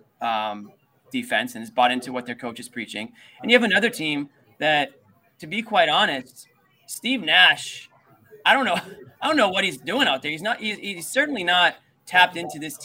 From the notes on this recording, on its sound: LIVE from TD Garden. As we go LIVE after every Celtics game.